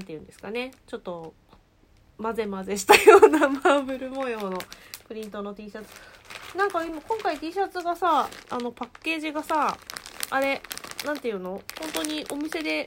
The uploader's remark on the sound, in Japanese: 雑音注意